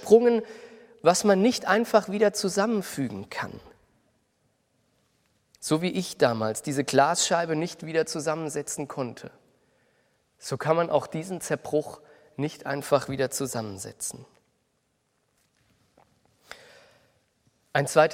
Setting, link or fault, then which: setting, large echoing room